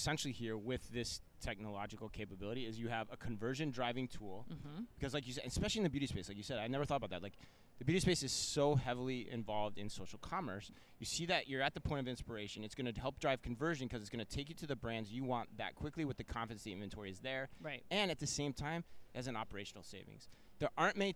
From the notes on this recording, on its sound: live from Shoptalk Europe in Barcelona